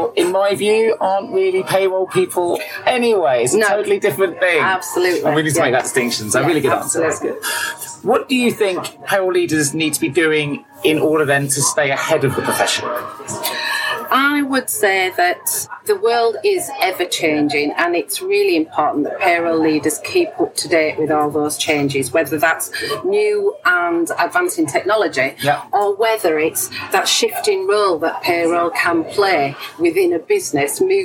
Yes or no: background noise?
yes